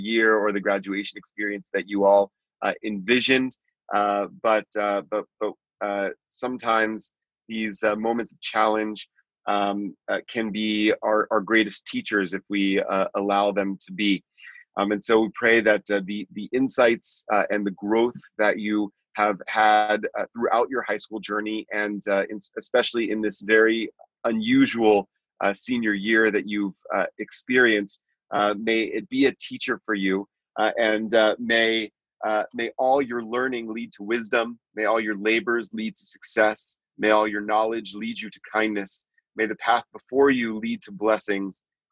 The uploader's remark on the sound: Recorded at Temple Beth-El’s virtual Shabbat morning gathering on June 6, 2020.